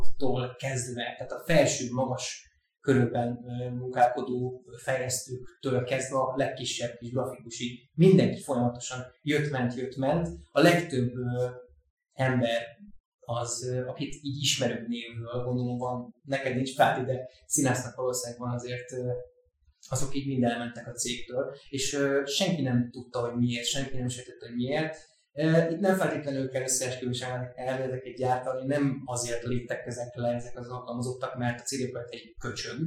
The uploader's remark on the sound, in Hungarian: Az új helyszín miatt. A technikai nehézségek sajnos megtaláltak minket ezen a kísérleti adáson.